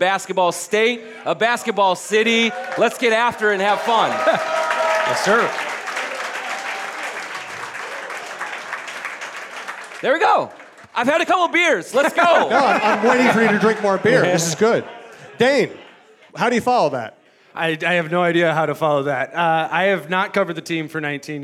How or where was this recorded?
live audience